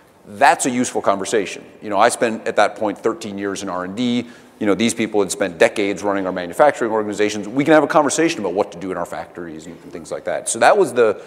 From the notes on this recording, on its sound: The best of live interviews from GreenBiz events.